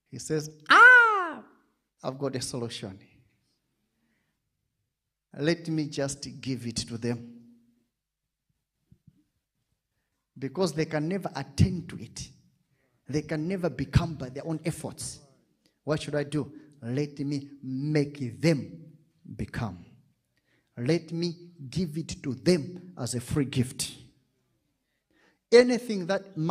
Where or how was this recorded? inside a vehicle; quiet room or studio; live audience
live audience